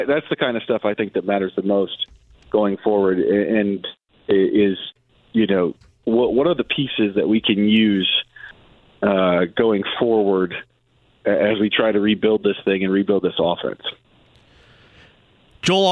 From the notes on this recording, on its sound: The guys also receive a couple phone calls.